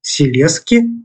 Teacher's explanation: зс пераходзяць у с вымаўляецца але не перадаецца на пісьме